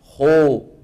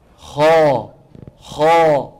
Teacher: هذا إشمام الفتحة الضمة وإشمام الألف الواو